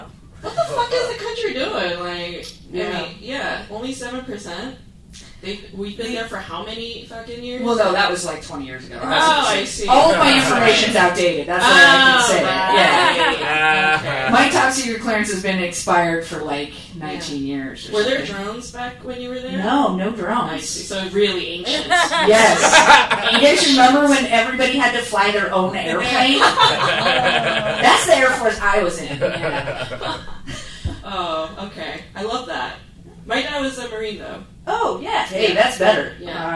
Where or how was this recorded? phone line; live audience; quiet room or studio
live audience